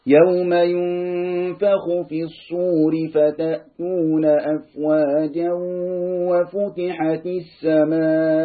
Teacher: حكمه هيبقى ادغام بغنة، تنوين وراء واو، والواو من حروف الادغام بغنة